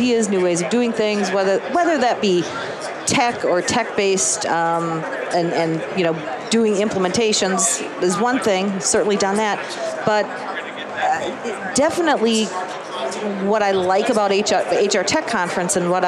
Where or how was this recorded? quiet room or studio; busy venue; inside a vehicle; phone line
busy venue